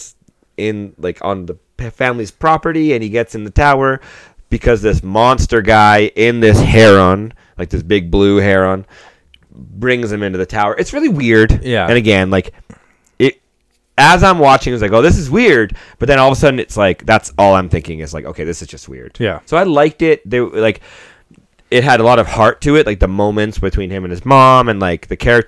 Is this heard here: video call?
no